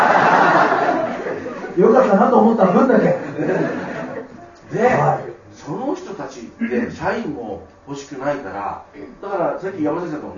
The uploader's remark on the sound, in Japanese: 貴重なトークイベントが行われました。